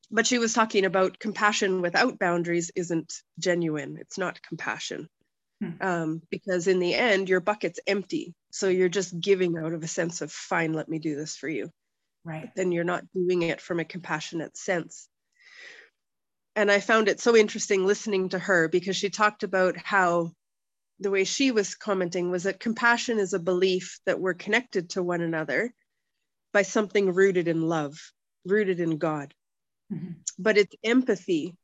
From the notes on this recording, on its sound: (evening her time), oh the wonders of zoom!